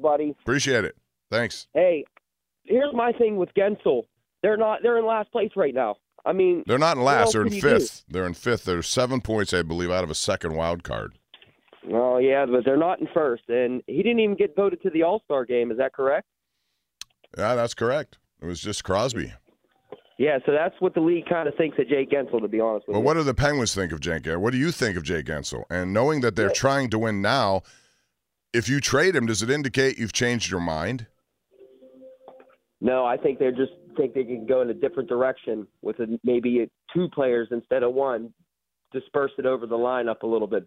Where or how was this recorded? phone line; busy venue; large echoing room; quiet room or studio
phone line